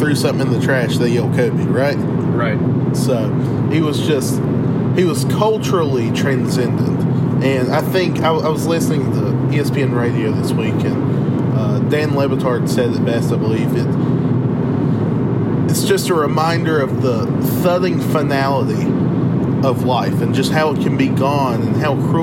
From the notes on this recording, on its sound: NOTE*: poor sound quality and background noise due to recording on the interstate.